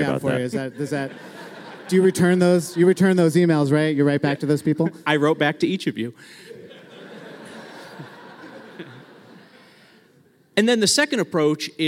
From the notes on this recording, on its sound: Live in Denver! For our first live episode, The War on Cars heads to Denver, Colorado. At the Moving People Forward Conference in Denver, Colorado presented by Bicycle Colorado.